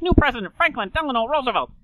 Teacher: some of those R's almost start getting dropped · Term: transatlantic accent